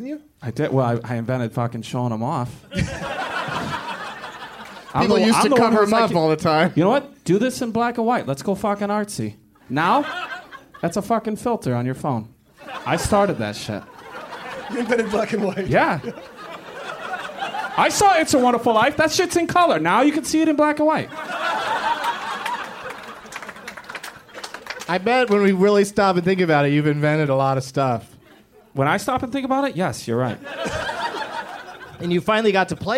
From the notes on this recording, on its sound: Live from the Punch Line in Sacramento